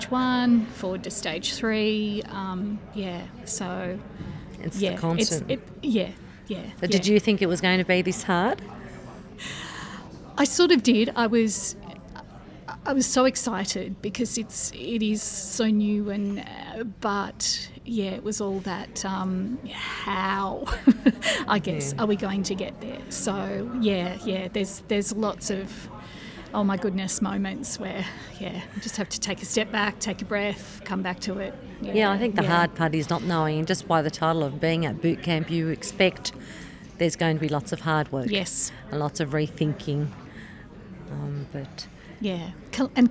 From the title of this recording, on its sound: Live From BootCamp